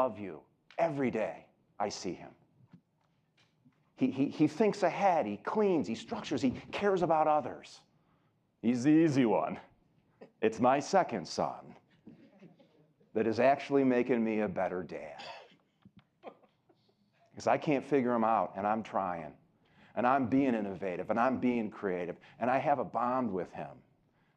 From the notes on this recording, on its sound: keynote address at Citibank’s “Leading to Become the Best” Conference